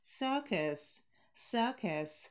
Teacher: Присаживаемся на второй долгий – museum, museum, museum. Circus – долгий шва, sir, и просто шва, кэс